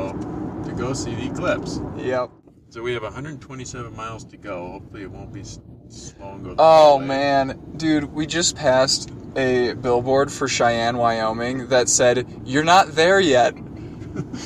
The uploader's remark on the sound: Brought a microphone with him during his trip to see the eclipse. We get to hear coverage from the event itself! This episode was originally broadcast in August 2017 on Nexus Special.